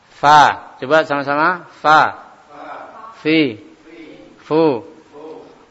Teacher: bibirnya tinggal dinaikkan ketemu dengan ujung gigi seri atas. Tidak boleh, tidak ditarik. · Term: huruf fa